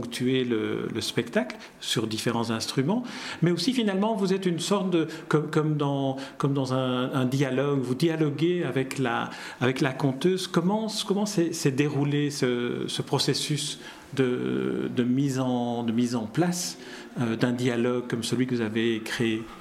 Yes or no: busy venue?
yes